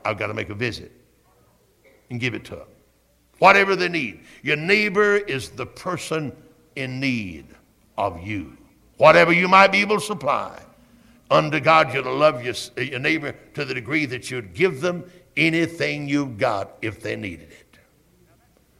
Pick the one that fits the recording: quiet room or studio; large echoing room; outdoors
large echoing room